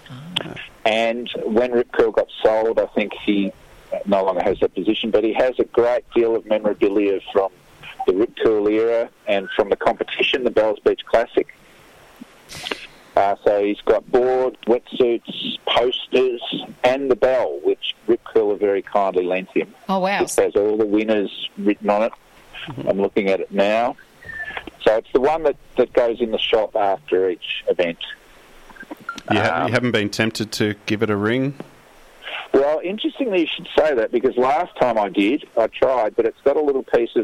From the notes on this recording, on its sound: Joins the show over the phone from Sorrento Back Beach.